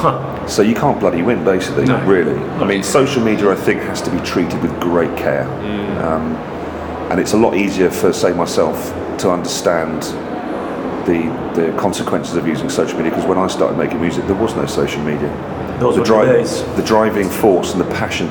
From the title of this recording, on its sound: Live at the Brighton Music Conference